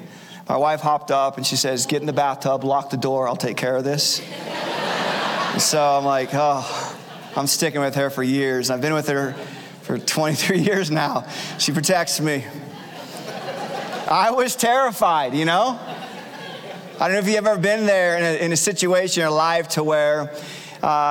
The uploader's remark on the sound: Recorded Live at Capital Church in Meridian, Idaho